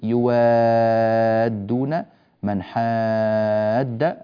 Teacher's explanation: في كلمة يوادون من حاد، هكذا لدينا مدان أيضا كل منهما ست حركات، وهو مد لازم كلمي مثقل